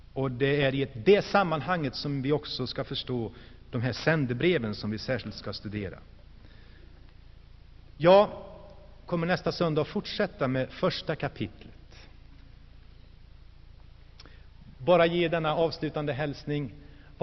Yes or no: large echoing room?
yes